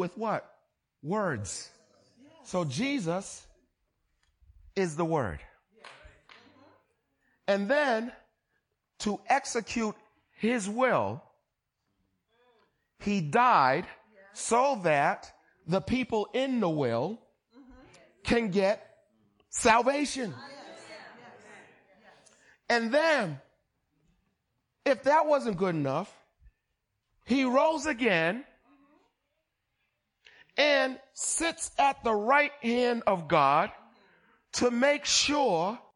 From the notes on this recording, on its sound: Recorded on 20160522 at the 08:30am Service.